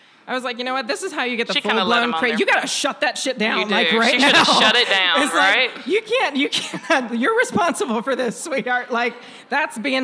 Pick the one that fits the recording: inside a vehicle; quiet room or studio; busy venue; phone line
busy venue